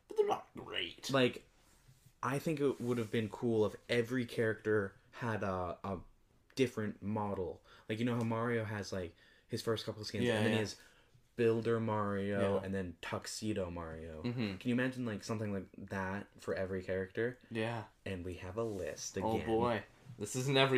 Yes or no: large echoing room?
no